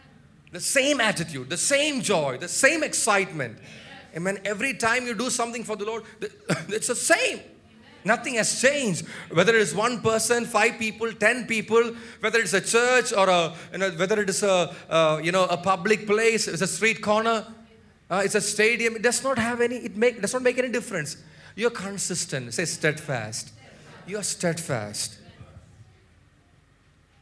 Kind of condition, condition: setting, large echoing room